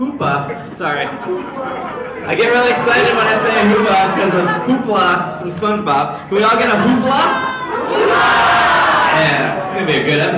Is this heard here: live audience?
yes